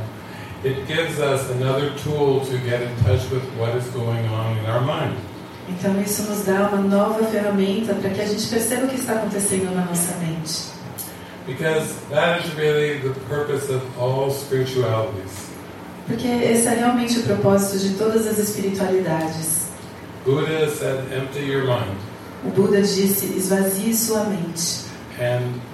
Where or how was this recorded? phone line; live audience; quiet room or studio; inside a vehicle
live audience